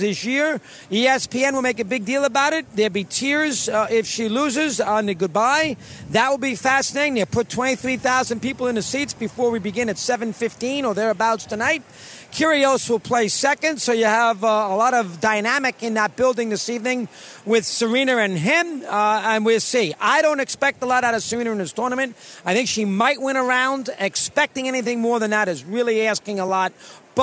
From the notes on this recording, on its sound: broadcasting LIVE from the opening day of the US Open